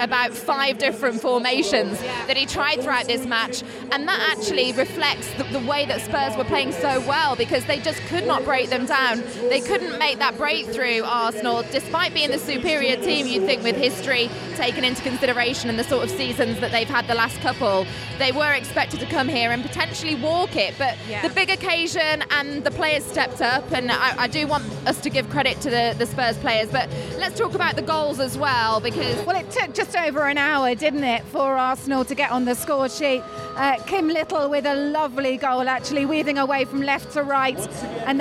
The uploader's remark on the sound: Women's Football Weekend Special from the Tottenham Hotspur Stadium. We've got a special show for you live from Spurs' stadium. LIVE from the stadium.